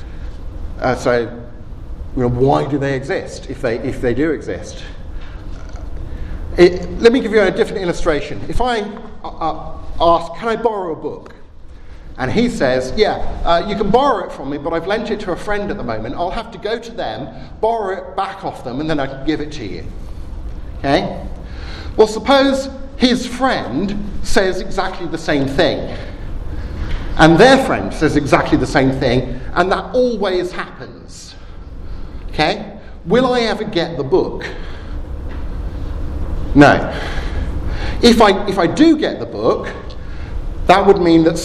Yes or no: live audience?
yes